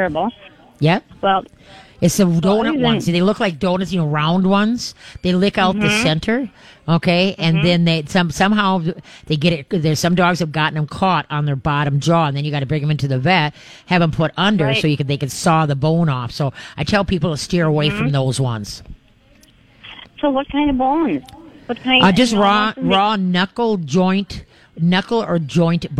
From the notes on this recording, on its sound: We are LIVE from Pet Evolution in Arden Hills!